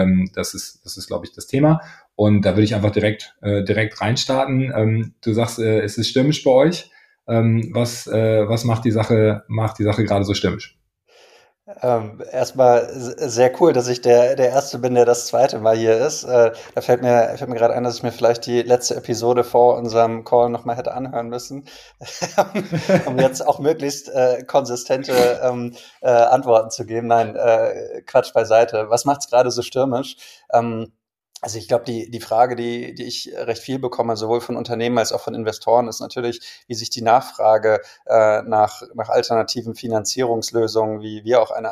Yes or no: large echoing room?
no